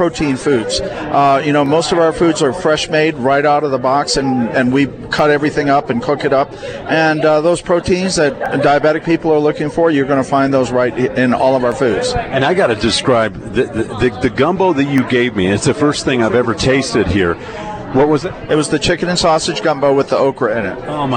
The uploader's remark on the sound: LIVE remote edition of KRDO's Afternoon News. Momma Pearl's Cajun Restaurant at 162 Tracker Drive at the Polaris Point Shopping Center near I-25 and North Gate Boulevard.